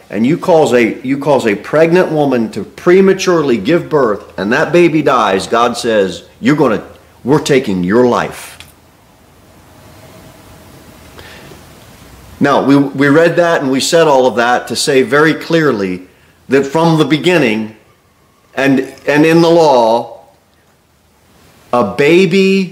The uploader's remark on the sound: Sermon delivered at Pilgrim Baptist Church